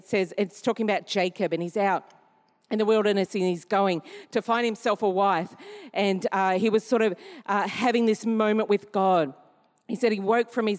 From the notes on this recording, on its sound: Recorded during our 5pm service